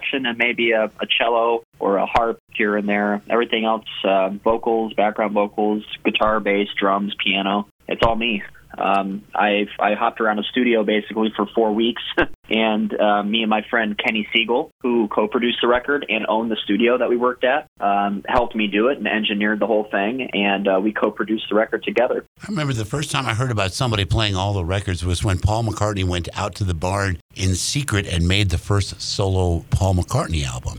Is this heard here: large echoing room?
no